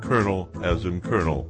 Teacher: kept the R sound and dropped the pronunciation of the second L